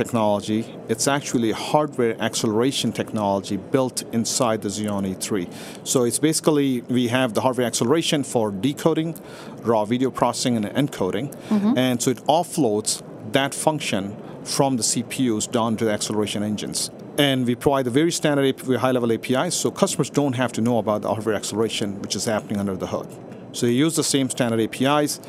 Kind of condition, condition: setting, busy venue